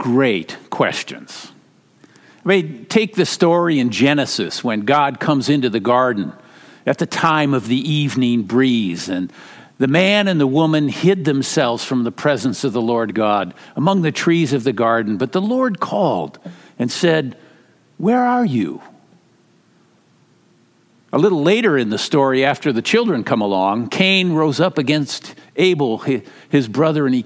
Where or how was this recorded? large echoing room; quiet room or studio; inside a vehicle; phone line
large echoing room